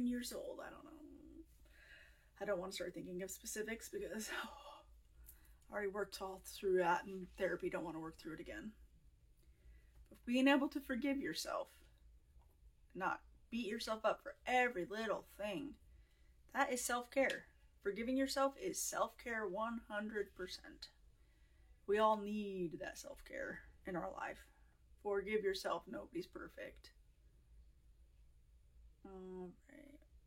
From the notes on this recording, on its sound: re-release one of my very first recordings, an Instagram Live